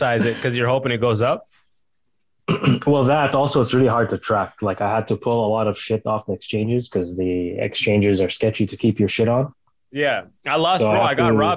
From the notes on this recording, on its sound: We got on Zoom to chat with some listeners